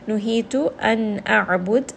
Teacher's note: Nun sakin here is going to have idhar. There is a nun sakin followed by the letter hamza, which is a throat letter. That will make this nun sound an idhar letter, meaning that nun is going to be very clear. And because it is clear, there will also be tawassut.